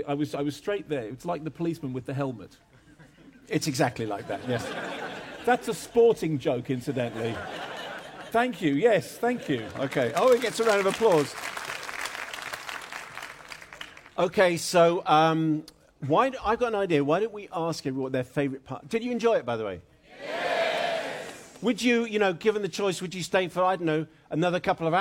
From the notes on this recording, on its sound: In front of an audience at the Empire Leicester Square cinema in London.